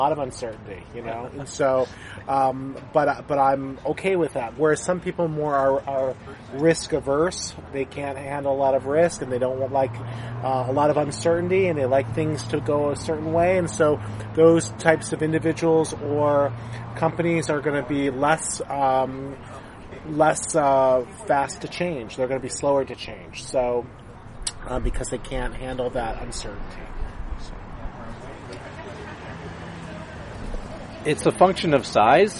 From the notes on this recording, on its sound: outside a Coffee Bean and Tea Leaf in Irvine